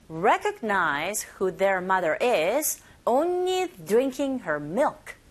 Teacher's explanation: Her 같은 경우에 강세를 받지 않는 그런 단어인지라 흐 사운드가 약해요. 그래서 drinking her milk라기보다는 drinking her 거의 얼처럼 들리는 경우가 있다는 것도 알아두시면서 연습하시면 됩니다. 자, Google listening 1.